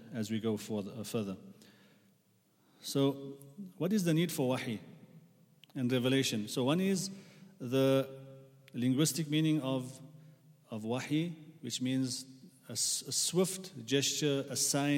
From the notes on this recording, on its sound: at the Houghton Masjid (West Street)